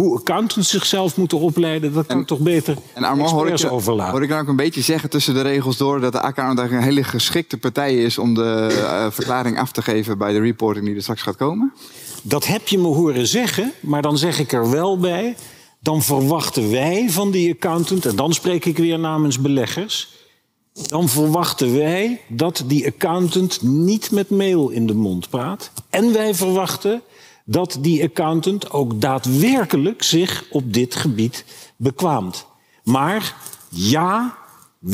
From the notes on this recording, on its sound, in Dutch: Laat je meeslepen in een informatieve en spannende discussie tijdens de NBA Ledenvergadering, live vanuit de Jaarbeurs, Utrecht.